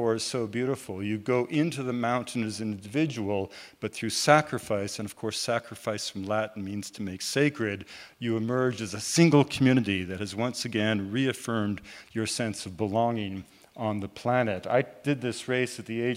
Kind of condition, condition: setting, busy venue